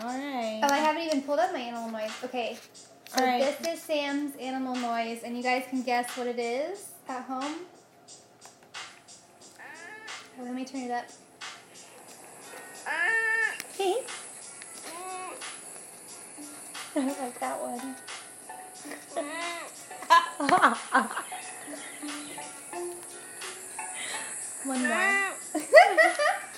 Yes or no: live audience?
no